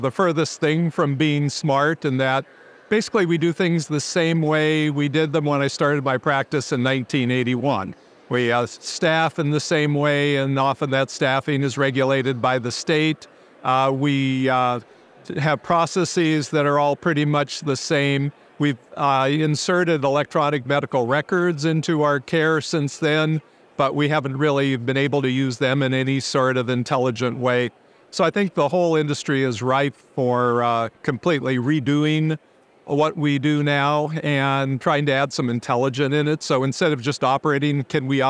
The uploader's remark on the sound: Heard LIVE from the floor of Becker’s